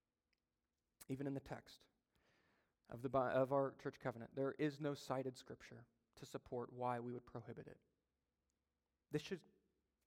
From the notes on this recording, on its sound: during a Sunday Evening Service